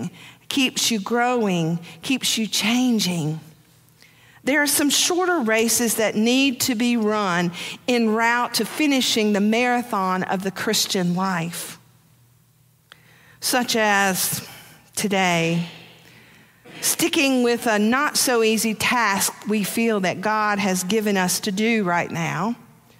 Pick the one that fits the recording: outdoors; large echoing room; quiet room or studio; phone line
large echoing room